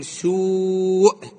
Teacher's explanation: هذه واو وراها همزة، سوء تنمد الواو